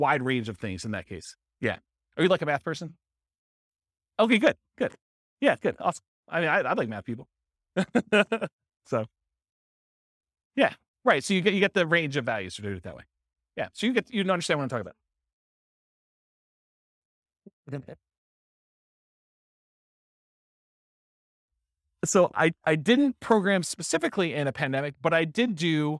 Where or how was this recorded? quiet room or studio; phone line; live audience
live audience